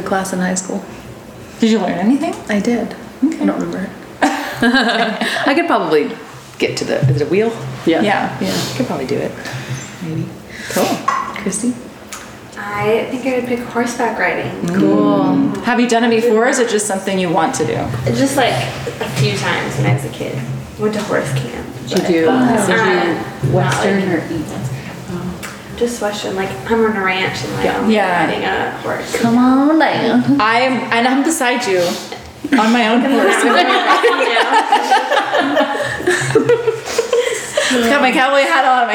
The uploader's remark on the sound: A recording done in real time during our retreat in Austin this month. Our attendees (FRIENDS) got to ask us burning questions.